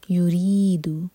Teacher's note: رو کے نیچے کسرا تو رو باریک